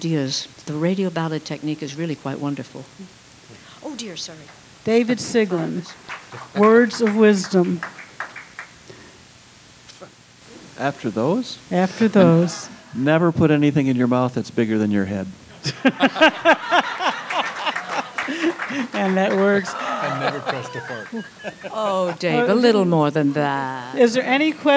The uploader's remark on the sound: This was recorded live at Folk Alliance International in 2015.